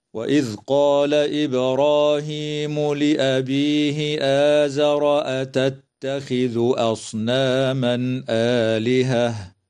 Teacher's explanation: تقلقل الباء وصلا ووقفا في كلمة إبراهيم، وتمد الألف بعد الهمزة من كلمة آزر ومن كلمة آلهة بمقدار حركتين من قبيل مد البدل.